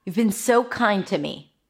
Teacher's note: Notice how I emphasized the so kind. And then the you have became nothing.